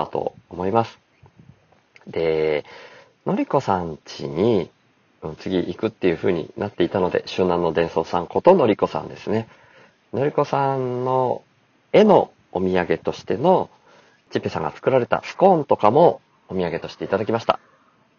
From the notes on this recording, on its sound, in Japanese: 宮崎大阪車中泊道中4日目に収録。9月8日の道の途中で、また車を停めて、休憩しながら収録しました。